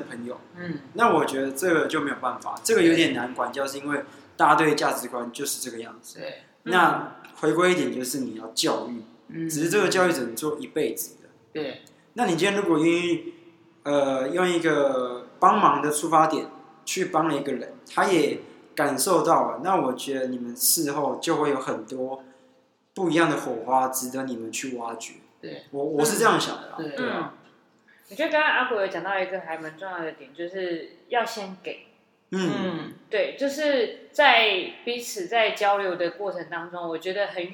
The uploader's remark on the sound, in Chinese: 錄音地點｜ 藍色咖啡館 108台北市萬華區大理街131號